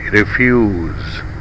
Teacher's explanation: say refuse with bit vowel and a stressed food vowel. Mark the consonant change from s to z.